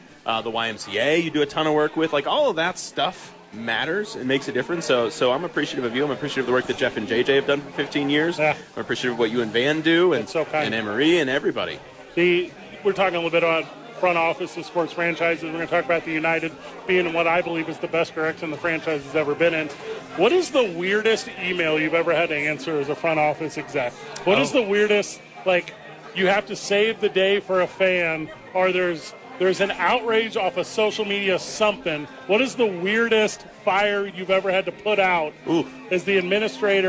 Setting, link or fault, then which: setting, busy venue